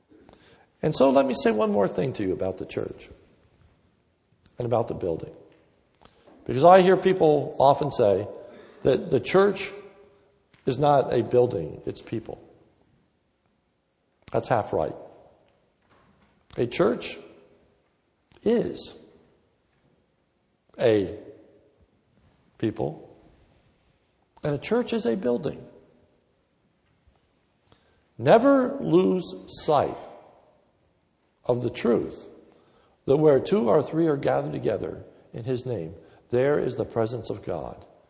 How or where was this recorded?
large echoing room